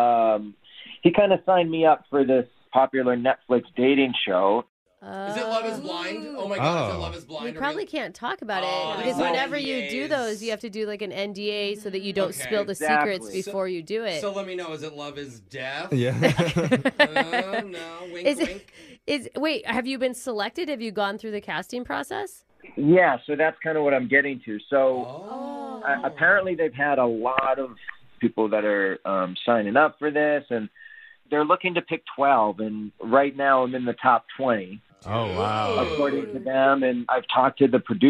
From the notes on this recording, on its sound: The woman on the phone today.